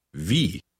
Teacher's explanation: Note how the letter W is pronounced in German. It has a soft V sound.